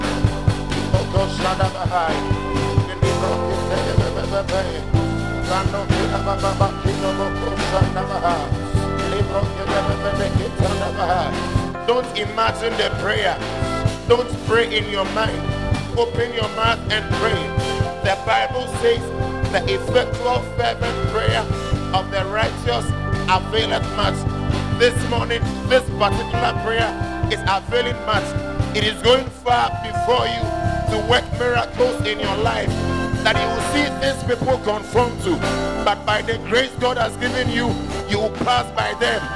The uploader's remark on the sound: Preached At The 100s and 200s Camp